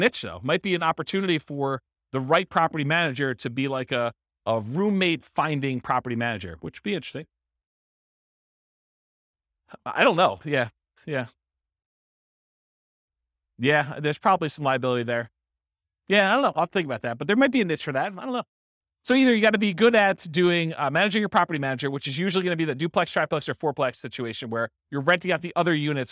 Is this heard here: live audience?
yes